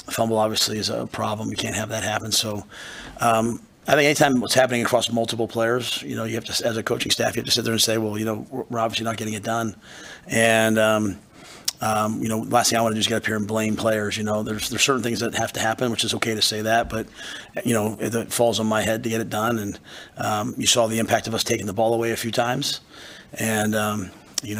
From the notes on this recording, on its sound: Post Game Press Conference